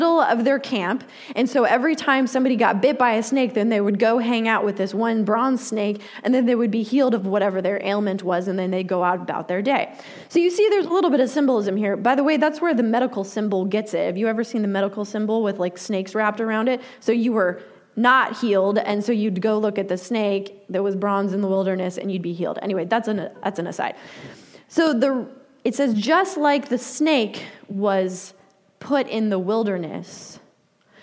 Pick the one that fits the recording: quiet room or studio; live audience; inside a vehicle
live audience